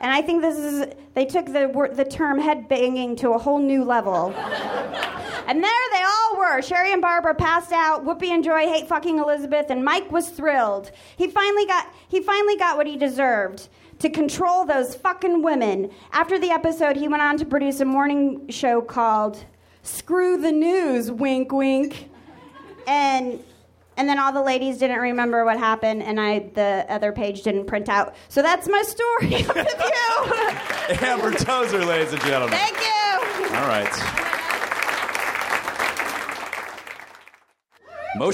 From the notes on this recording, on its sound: Recorded at the Nerdmelt Theater, June 5, 2012.